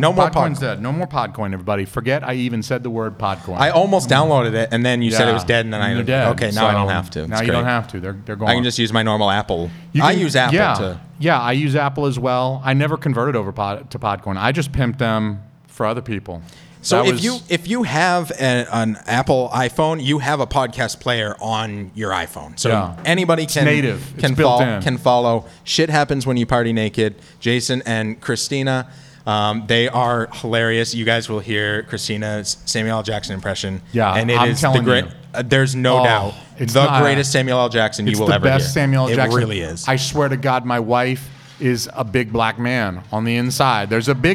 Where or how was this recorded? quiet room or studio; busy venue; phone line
busy venue